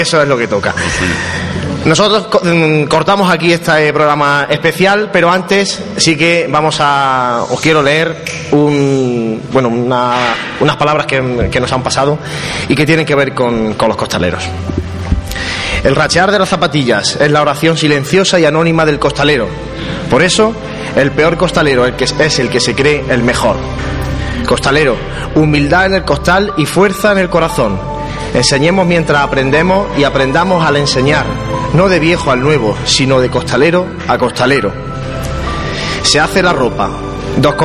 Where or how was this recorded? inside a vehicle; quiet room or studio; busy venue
busy venue